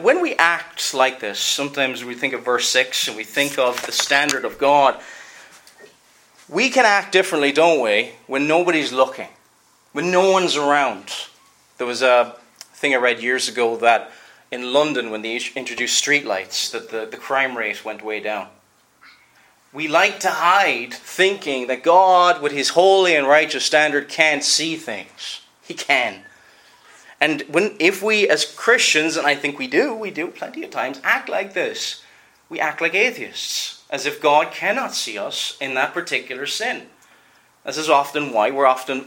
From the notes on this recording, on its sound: Preached at Enniskillen Reformed Presbyterian Church